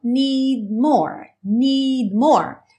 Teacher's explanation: Aqui a gente já está fechando a boca para o M do more